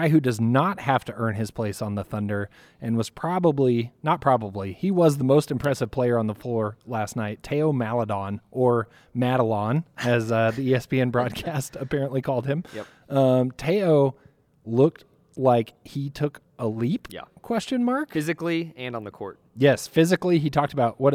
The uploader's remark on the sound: Summer League Report Live from Las Vegas. Report live from Las Vegas Summer League.